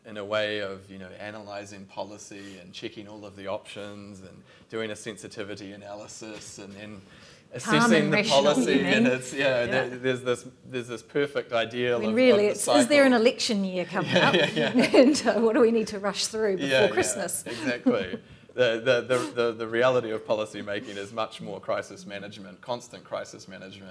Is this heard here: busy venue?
yes